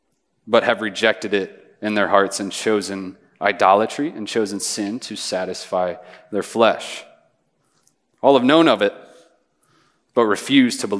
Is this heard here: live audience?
yes